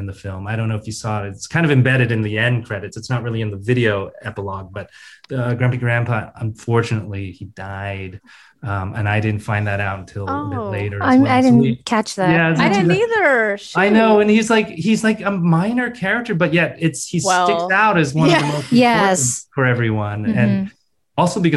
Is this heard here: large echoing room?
no